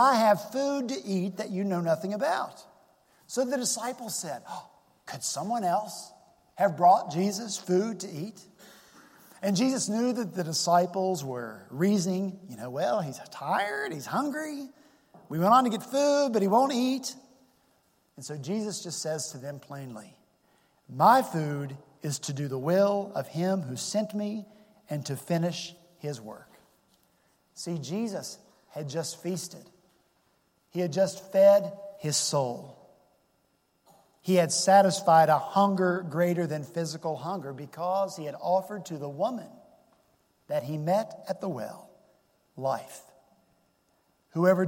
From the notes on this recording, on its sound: at Redeemer Presbyterian Church in Charleston, SC